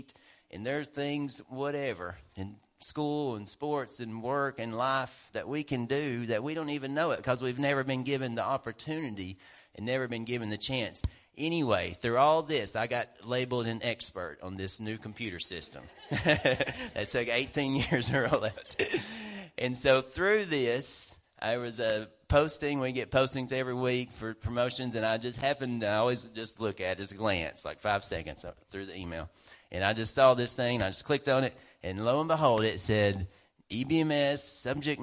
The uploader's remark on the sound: WELCOME TO OUR LIVE SERVICE. Preaching at Family Worship Center in Athens Tennessee. We own a CCLI license CSPL080184 to stream our music live over the internet.